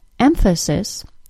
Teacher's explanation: with the stress on the first syllable, a reduced second syllable, and a secondarily stressed third syllable, is a nice phonetic word. · Term: secondary stress